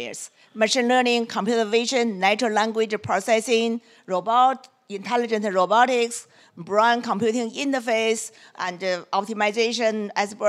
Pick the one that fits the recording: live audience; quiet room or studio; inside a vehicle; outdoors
live audience